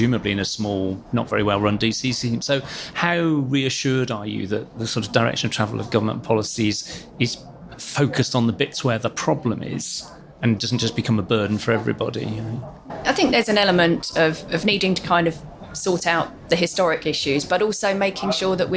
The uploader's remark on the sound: On the road - PLSA day three pt. 2. Recorded live at the annual PLSA conference in Manchester!